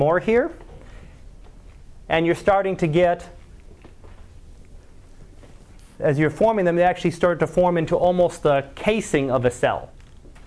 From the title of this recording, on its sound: Live Class Lecture